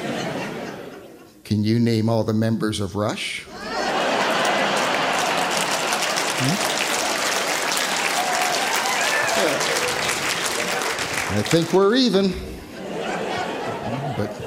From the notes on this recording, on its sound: A live show from the Shenkman Centre for the Arts!